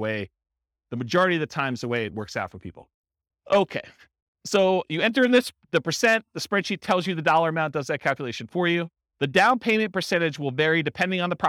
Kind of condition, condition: setting, live audience